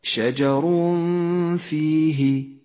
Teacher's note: بقاء غنة للتنوين بمقدار حركتين من غير تشديد هكذا شجر فيه تخرج هذه الغنة من الخيشوم ومن مخرج حرف الفاء متجافيا عنه قليلا · ومنه شجر فيه تسيمون شجر فيه جاء التنوين وبعده حرف الفاء نخفي التنوين بالفاء مع بقاء غنة للتنوين بمقدار حركتين من غير تشديد · Term: الإخفاء، حكم الإخفاء